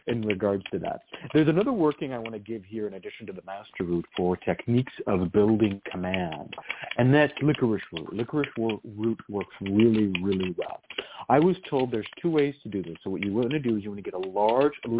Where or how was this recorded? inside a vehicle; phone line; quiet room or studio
phone line